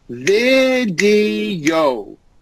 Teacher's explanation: Look, between the E and the O, there's a hidden Y. Three syllables.